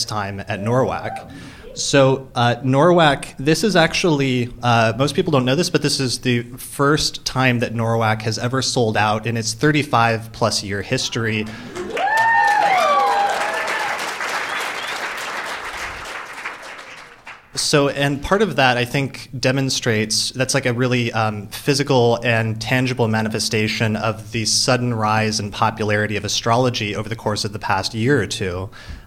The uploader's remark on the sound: In front of a live audience at the 35th annual Northwest Astrological Conference in Seattle, Washington. The Q&A session was recorded in front of a live audience of listeners.